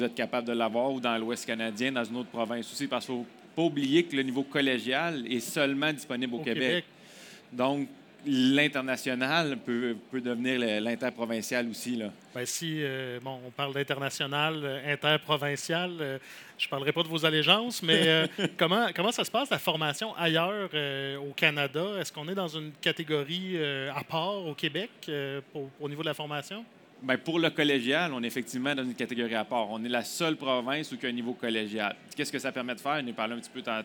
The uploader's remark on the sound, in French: Le Son de la Terre au Salon de l'agriculture